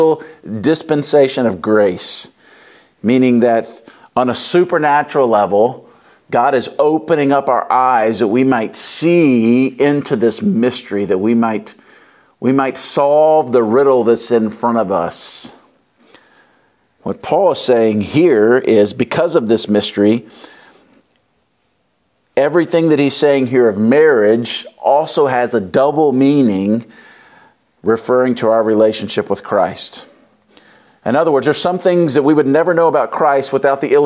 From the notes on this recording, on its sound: Wraps up the Love and Marriage conference at Covenant Church.